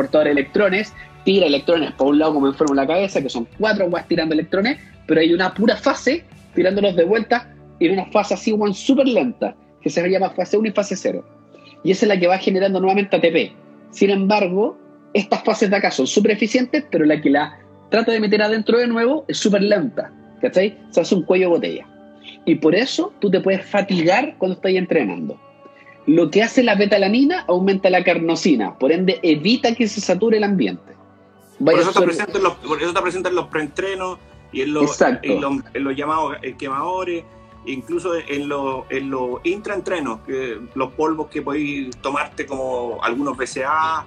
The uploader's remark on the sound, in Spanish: Conversaciones desde instagram